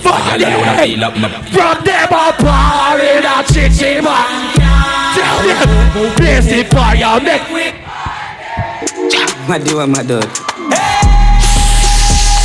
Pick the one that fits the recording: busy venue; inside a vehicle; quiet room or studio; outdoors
busy venue